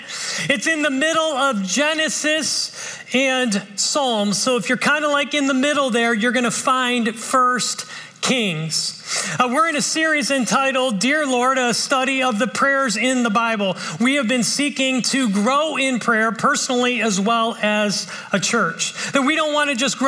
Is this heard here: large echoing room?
yes